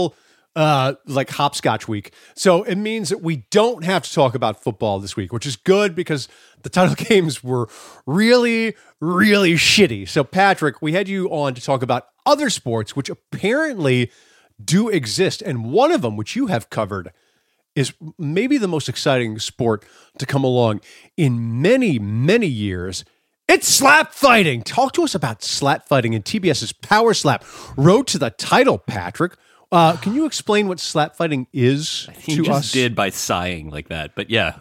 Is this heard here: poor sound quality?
no